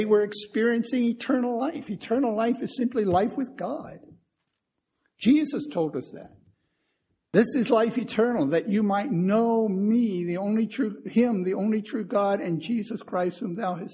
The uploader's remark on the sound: Recorded 1/11/2015 at Christ Church Anglican